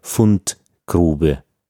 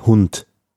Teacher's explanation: das weiche D am Ende eines Wortteils wird etwas härter ausgesprochen, aspiriert, sagt man. Zum Beispiel bei Fundgrube.